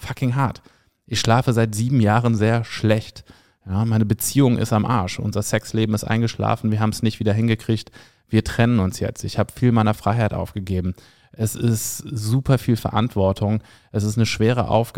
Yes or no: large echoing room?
no